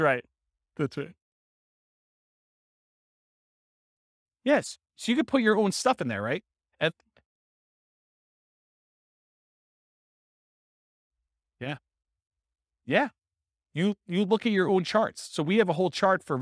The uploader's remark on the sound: This was a live class recorded